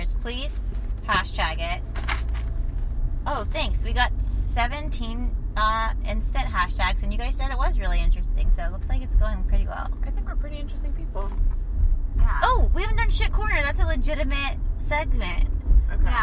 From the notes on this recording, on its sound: In this teeny tiny mini-sode we risk everything to record while driving down the streets of Orlando.